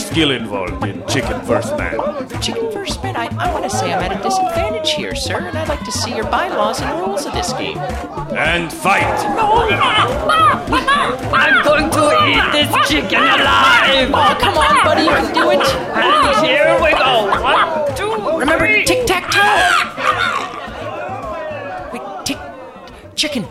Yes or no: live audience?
yes